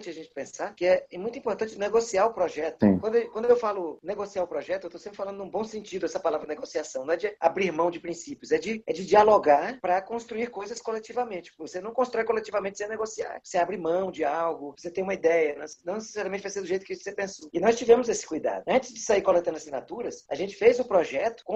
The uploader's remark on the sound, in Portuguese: Realizou um webinar ao vivo. Aqui você pode conferir na íntegra o áudio da conversa.